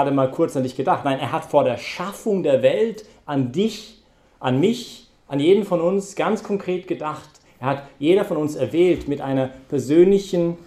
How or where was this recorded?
large echoing room